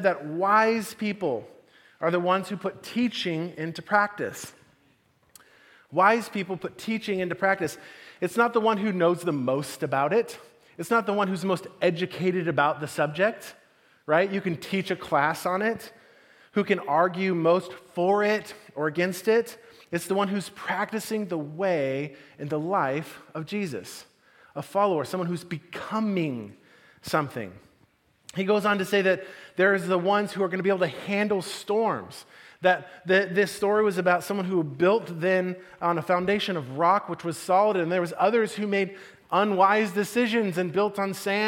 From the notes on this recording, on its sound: Message delivered at the Benicia campus